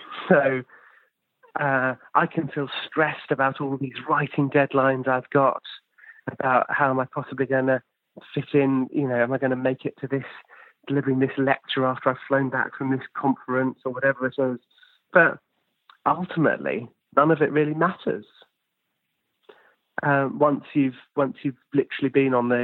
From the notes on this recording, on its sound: over the phone